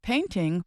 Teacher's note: The word painting, for instance, has two syllables. The stress is on the first syllable. · Term: Word stress